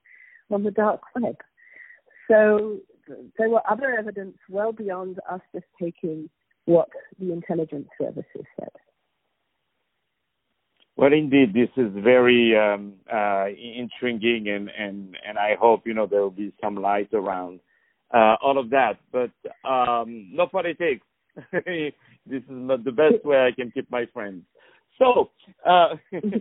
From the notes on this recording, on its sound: On the phone